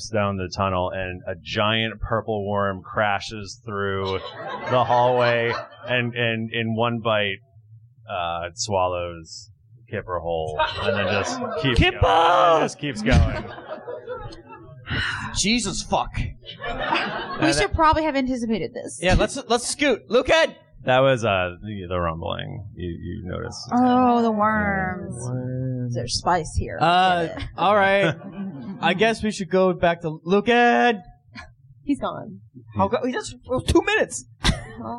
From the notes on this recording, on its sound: This adventure was recorded live in front of a studio audience. We had a blast doing our show and actually seeing folks react.